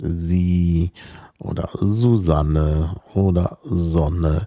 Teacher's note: Aber sonst ist halt im Anlaut das S stimmhaft.